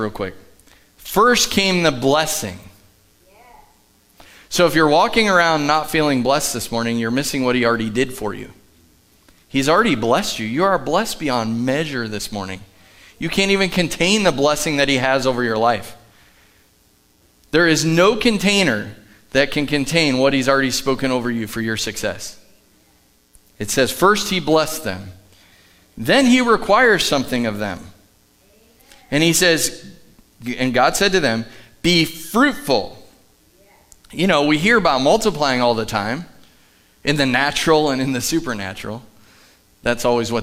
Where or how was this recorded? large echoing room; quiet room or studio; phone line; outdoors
large echoing room